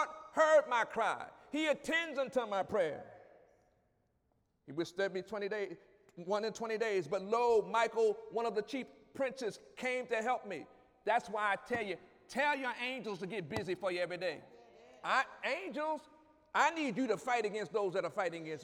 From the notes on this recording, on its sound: During Wednesday night service.